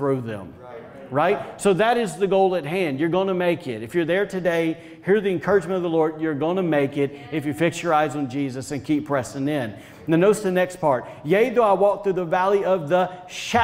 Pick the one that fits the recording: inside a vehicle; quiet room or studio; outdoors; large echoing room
large echoing room